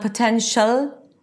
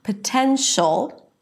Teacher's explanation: It's not potential, very light L, just produced with the tip of the tongue touching the upper palate. No, you have to engage the back of the tongue to create that really dark ol sound · Shown in: second take · Term: dark L